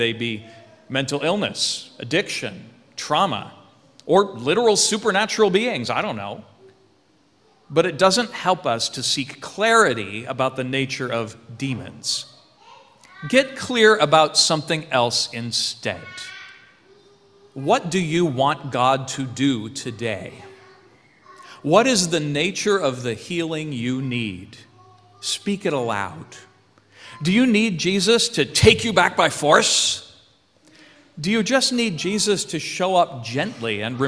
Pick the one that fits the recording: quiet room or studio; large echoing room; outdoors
large echoing room